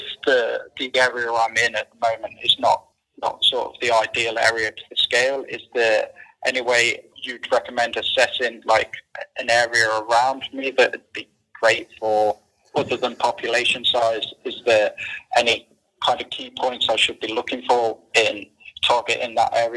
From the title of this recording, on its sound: Live Mentoring Call